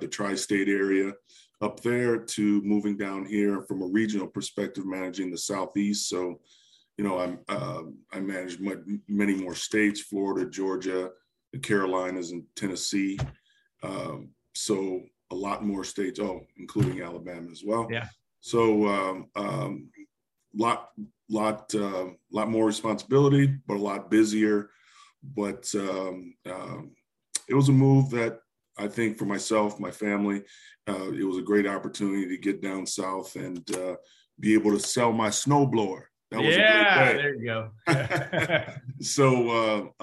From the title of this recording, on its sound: Birthday Zoom